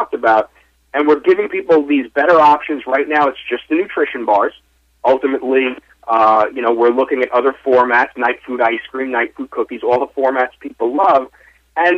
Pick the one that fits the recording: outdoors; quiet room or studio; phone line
phone line